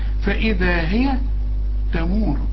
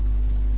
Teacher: كل الحروف مرققة عدا الراء، الراء هنا مفخمة لأنها مضمومة